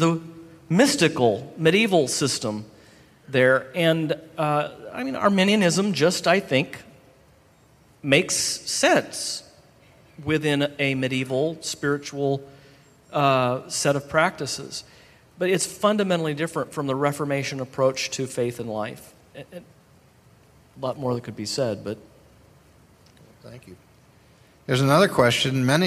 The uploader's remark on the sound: This Q&A session is from a conference in 2010 called “ Christless Christianity: 2010 West Coast Conference.”